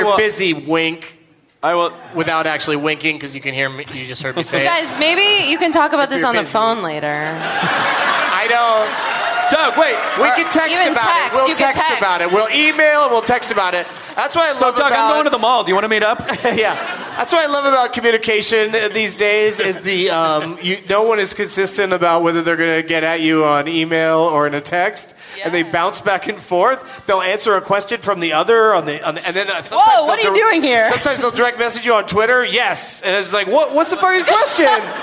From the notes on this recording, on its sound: Recorded live at the Gramercy Theatre in New York City.